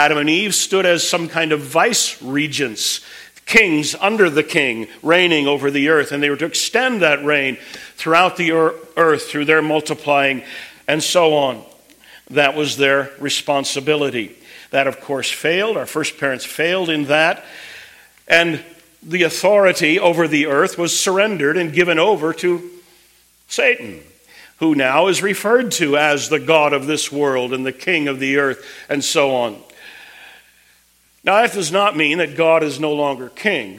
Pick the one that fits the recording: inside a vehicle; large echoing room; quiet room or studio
large echoing room